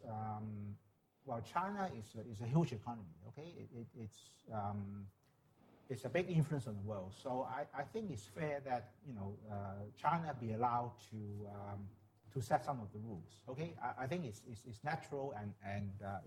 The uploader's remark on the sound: This lecture was held as part of Sydney Ideas program on 8 November 2017